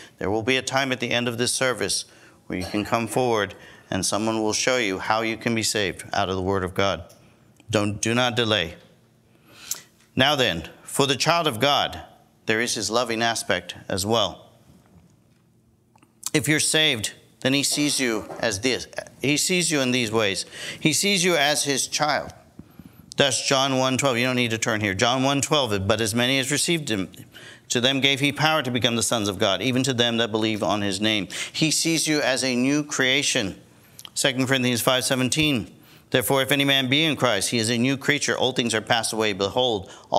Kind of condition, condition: setting, large echoing room